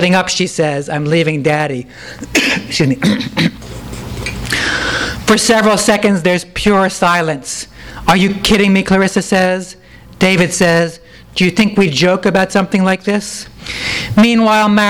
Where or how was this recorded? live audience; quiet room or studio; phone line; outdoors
live audience